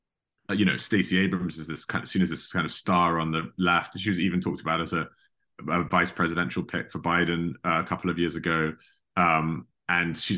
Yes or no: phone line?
no